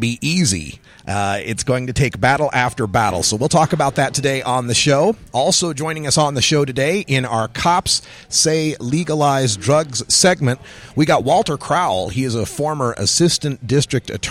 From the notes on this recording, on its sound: Live from Columbus, Ohio, Women Grow event